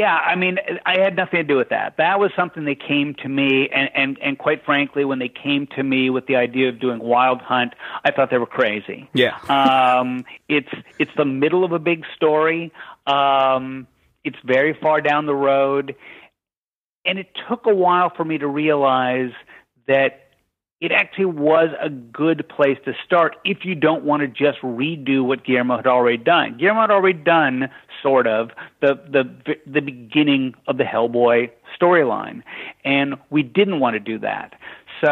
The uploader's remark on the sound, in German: in einem Telefoninterview